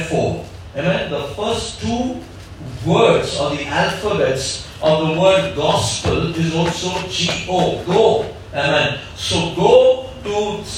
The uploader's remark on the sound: Listen to this message delivered in church and many committed their lives to Jesus and got ready for Baptism.